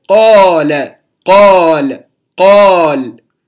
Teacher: أنا مددت القاف زيادة عن الفتحة بحركة أخرى، فكأنما القاف يعني عليها حركتان بالفتح، قا ثم حركة أخرى قا قا قا قا، فكأنما هما حركتان بجوار بعضهما البعض، يعني أضيفت الثانية إلى الأولى فصار مدا.